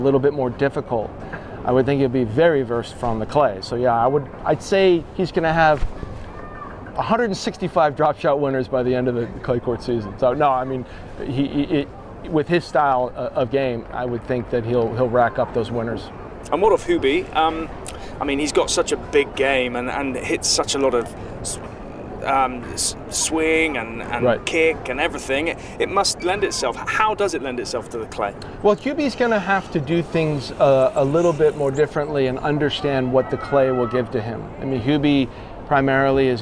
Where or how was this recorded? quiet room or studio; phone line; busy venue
busy venue